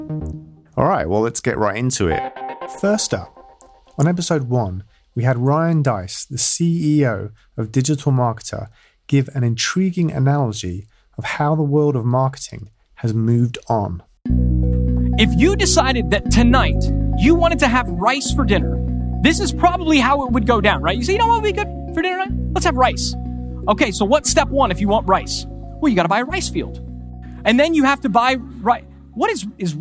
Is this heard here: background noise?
no